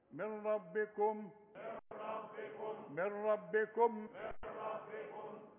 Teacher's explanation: وتلغي النون اللي بعدها راء، تشبك الميم مع الراء